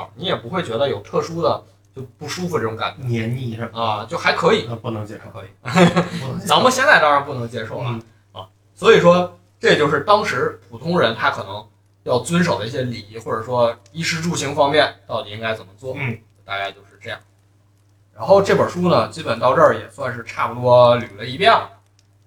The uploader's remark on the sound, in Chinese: 我们这次尝试了新的录音设备，新设备尚未调整好，音质有所下降